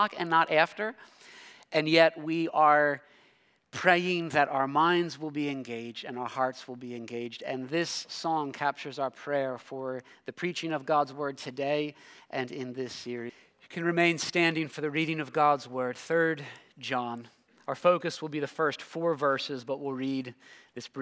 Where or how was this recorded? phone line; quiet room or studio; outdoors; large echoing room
large echoing room